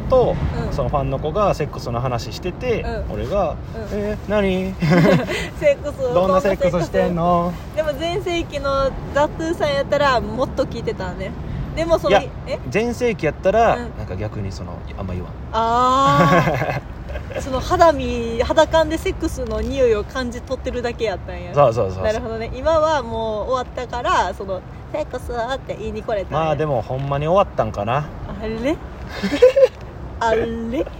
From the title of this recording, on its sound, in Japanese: 野外のため雑音多め